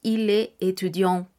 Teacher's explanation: Si tenemos el caso de tener una vocal, es cierto que podemos pronunciar la T para unirla a la vocal, pero nunca diremos la S del en medio nunca